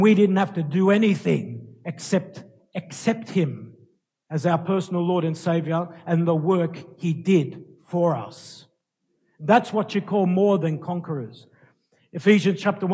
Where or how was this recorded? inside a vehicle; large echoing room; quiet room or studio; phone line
large echoing room